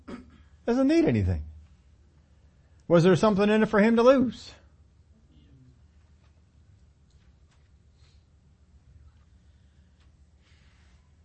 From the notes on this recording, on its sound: we take them on in this Sunday service